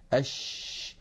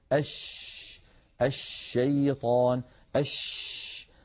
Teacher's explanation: يبدأ صوت الشين من مخرجه، يعني من وسط اللسان، ثم يتابع الصوت خروجه فيصطدم بالصفحة الداخلية للأسنان العليا، فينشأ عن هذا العمل كله انتشار لصوت الشين في أرجاء الفم ويتابع خروجه خارج الفم. · Term: صفة التفشي